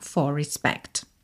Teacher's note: a gente vai ter um R enrolado porque eu estou juntando for em respect, né? Respect começa com R, não tem como não enrolar, tá?